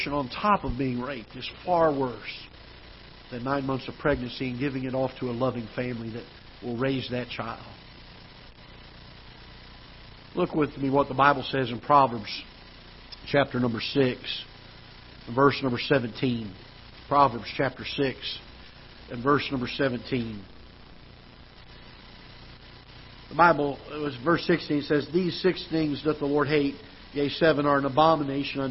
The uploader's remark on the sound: Ketha Heights Baptist Church ~ Live Broadcast